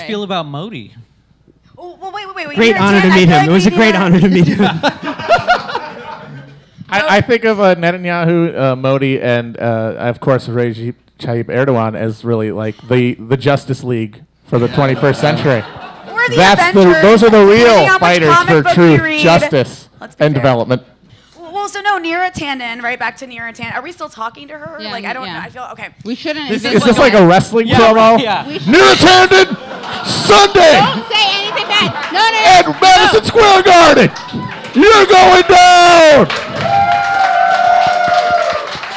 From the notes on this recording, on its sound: In this live show recording